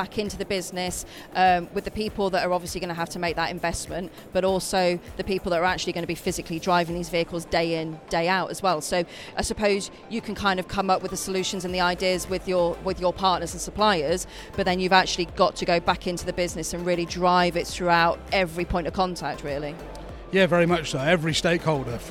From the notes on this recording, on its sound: we're recording from our very own exhibition stand here at the ITT Hub event in Farnborough!